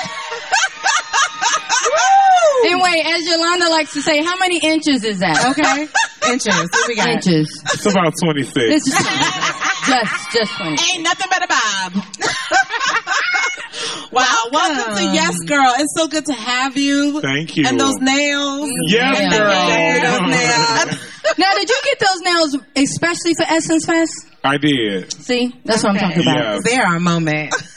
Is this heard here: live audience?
yes